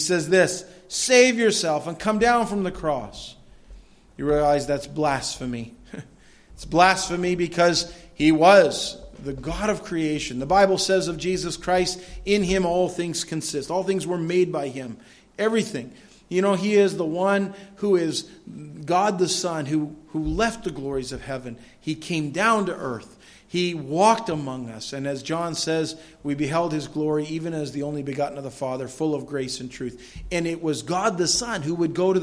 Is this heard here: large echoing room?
yes